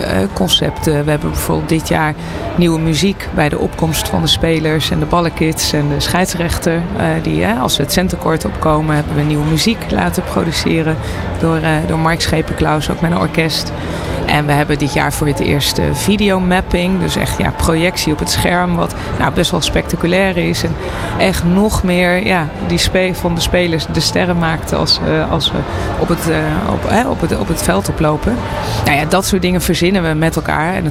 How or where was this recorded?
busy venue